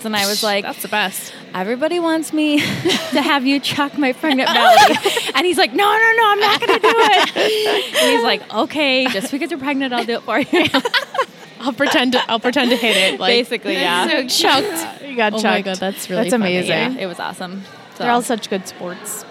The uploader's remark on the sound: Recorded LIVE from TRIC.